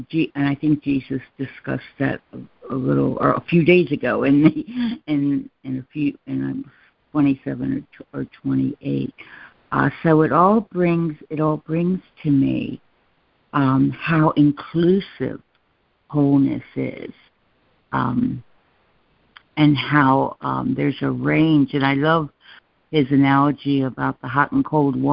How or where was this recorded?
phone line